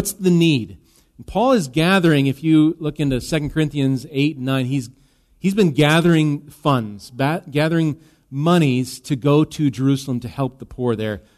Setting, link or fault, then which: setting, large echoing room